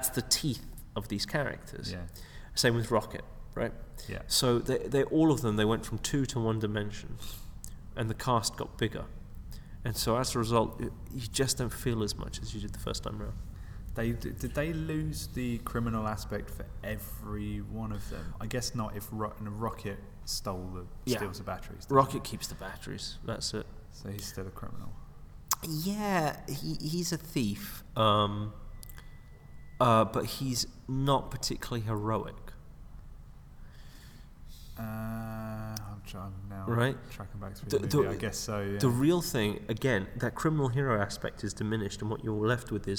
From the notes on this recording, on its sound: Recording at the McKee Story Seminar in London